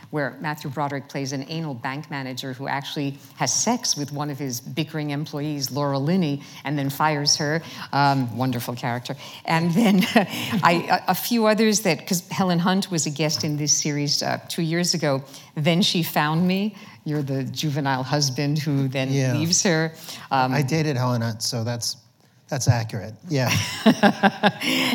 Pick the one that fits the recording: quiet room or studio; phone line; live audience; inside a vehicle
live audience